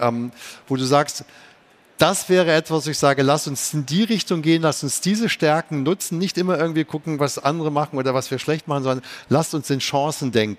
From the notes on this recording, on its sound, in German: Live aufgezeichnet auf der Mainstage der COPETRI CONVENTION 2023